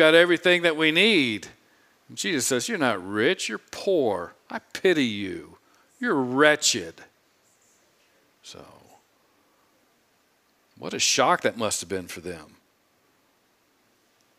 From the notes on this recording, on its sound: preached this sermon on Sunday, July 24, 2022 from the pulpit of Grace Community Church in Berea, KY